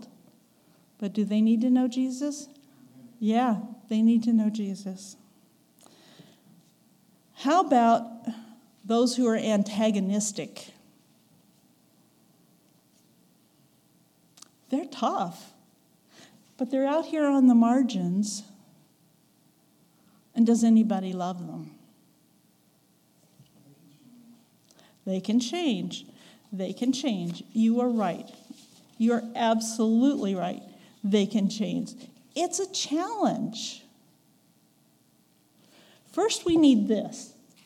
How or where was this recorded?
large echoing room